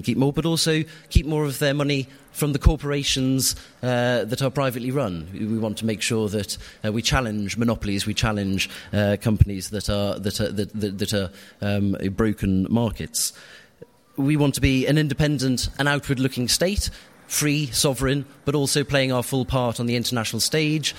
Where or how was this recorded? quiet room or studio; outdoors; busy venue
busy venue